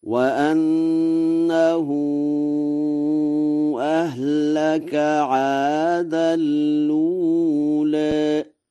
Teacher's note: بنقل همزة لولا إلى اللام قبلها، وحذف الهمزة مع إضغام تنوين عادا في لام الأولى مع تقليل الأولى، وهذا من باب التخفيف، وهي لغات للعرب، فيقرأ هكذا: وأنه أهلك عادا الأولى.